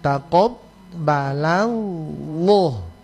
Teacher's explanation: Nah, nanti pada kata Allah, karena lam yang mendahului, lam pada kata Allah itu adalah berharokah fathah, berarti tu orang mesti mau kasih naikkan pangkal lidah